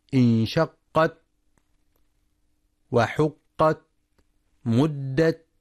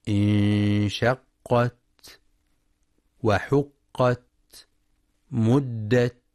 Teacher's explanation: وينتبه القارئ للتاء المفتوحة فلا يقرأ بترك الهمس · Shown in: second take · انشقت وحقت مدت، يقرأ خطأ بترك الهمس انشقت وحقت مدت، أو ينطق الهمس مشوبا بالسين نحو انشقت وحقت مدت، وإنما اللفظ الصحيح انشقت وحقت مدت.